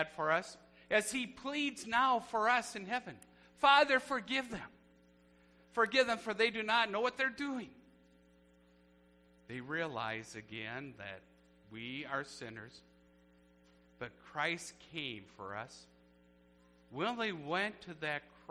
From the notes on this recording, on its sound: A church service recorded on Good Friday at Living Water Lutheran Church, Oshkosh, WI.